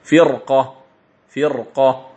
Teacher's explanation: كلمة فرقة في سورة التوبة تفخم الراء، وجها واحدا، ليس أو ليس هذه الكلمة مما فيه الوجهان لورش، فيه كلمة واحدة، فيه وجه واحد عفوا، فرقة فرقة هكذا تقرأ لورش.